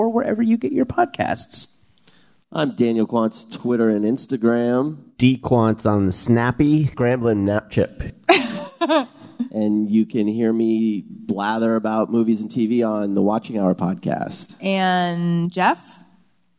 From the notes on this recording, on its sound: Live from Podfest. Live at the LA Podcast Festival.